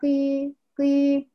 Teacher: هتبقى مستعليه ولكن تصير ضعيفه في ادنى درجات التفخيم